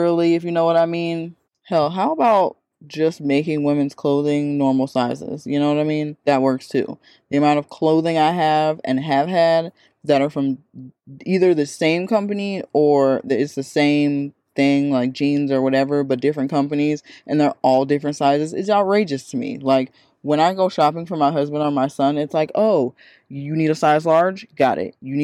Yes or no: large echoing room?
no